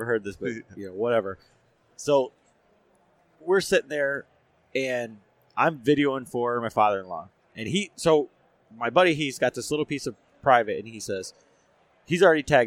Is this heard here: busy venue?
yes